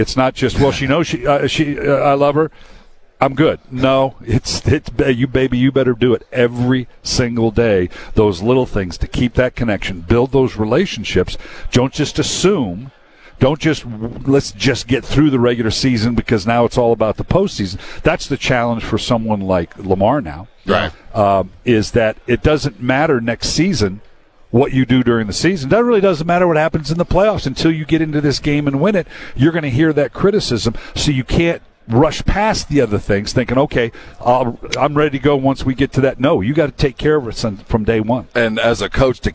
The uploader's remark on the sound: LIVE on Radio Row all week long